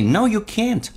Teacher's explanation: 如果是否定，它气流立刻停止，而且有阻塞